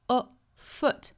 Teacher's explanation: foot 里面的这个元音呢，应该是一个松口的松元音，所以读起来的话我们不要读成 foot，应该是 afoot，这个元音呢就是 B-O-O-K 书那个词里面的元音，所以说我们如果很熟悉那个词的发音的话，我们就把那里面的元音扣进来。 A foot Keep your foot on the gas pedal.